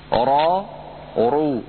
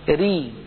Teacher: أن الراء المفتوحة أو المضمومة تفخم را رو، وأن الراء المكسورة ترقق ري · Term: أحكام الراء